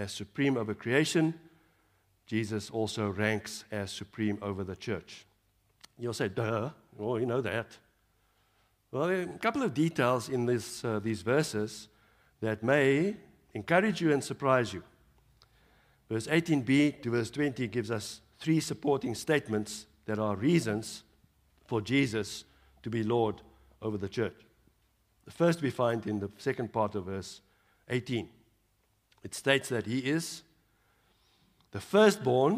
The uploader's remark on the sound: Evening Worship Service